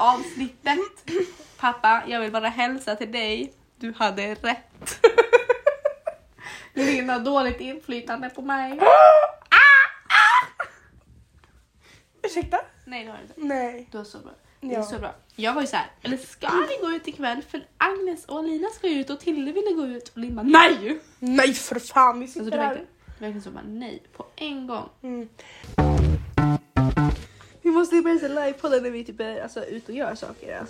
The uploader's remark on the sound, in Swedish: Ha i åtanke att vi nyss startat och inte hunnit införskaffa en mikrofon, därav lite halvtaskig ljudkvalitet.